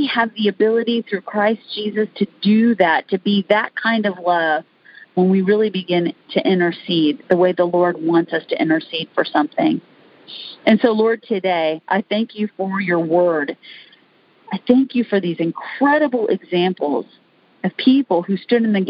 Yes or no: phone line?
yes